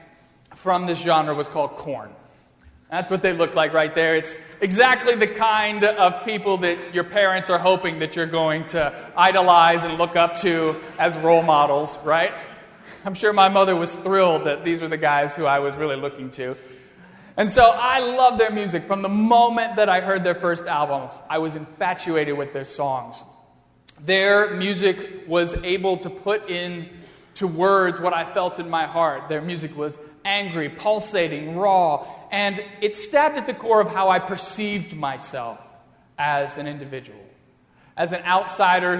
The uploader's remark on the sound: during the Crossroads service (9:30 am) on Sunday May 15, 2016, at First Presbyterian Church of Arlington Heights, Illinois.